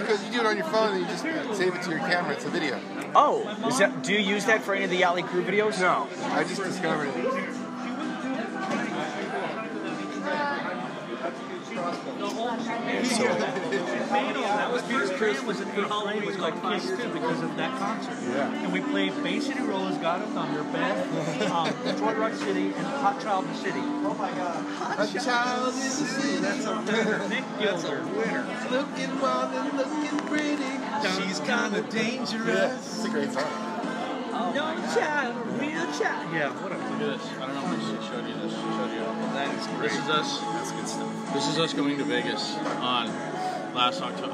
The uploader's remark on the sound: A podcast recorded before the … Show at The Canyon In Santa Clarita.